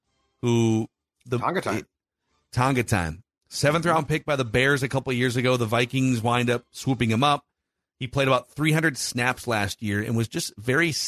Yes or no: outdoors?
no